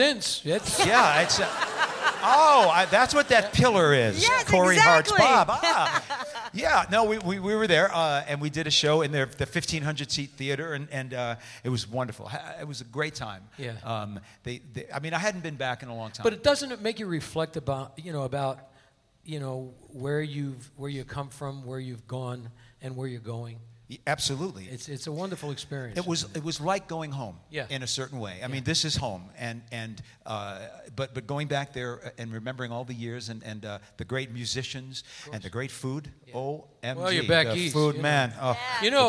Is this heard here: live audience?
yes